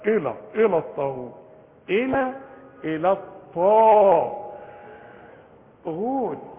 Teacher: الطاء بس هي المفخمه